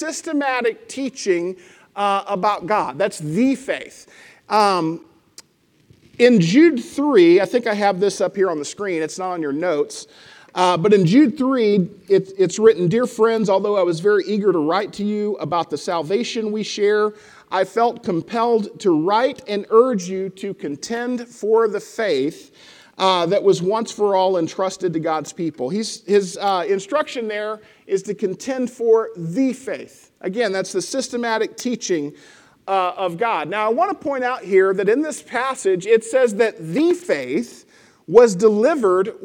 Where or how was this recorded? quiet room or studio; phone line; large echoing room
large echoing room